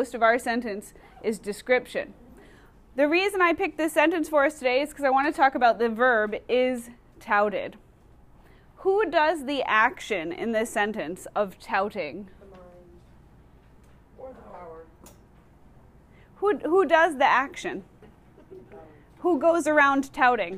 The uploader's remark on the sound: Recorded in class on 1/22/2020